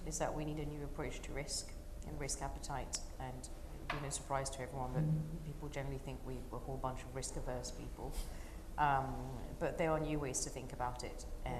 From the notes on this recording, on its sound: recorded live as part of a breakfast briefing session at UKREiiF in Leeds in May